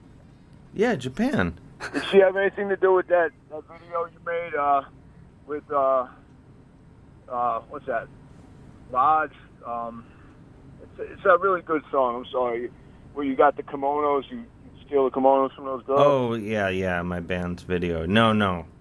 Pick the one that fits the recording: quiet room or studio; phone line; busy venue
phone line